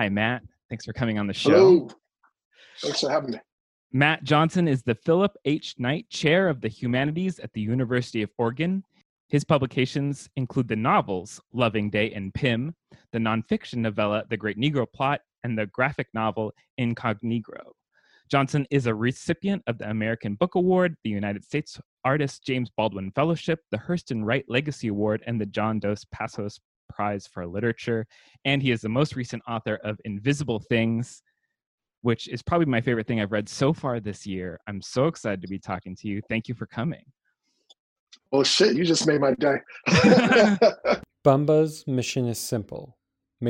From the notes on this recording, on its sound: launches into the Damn Library Zoom Zone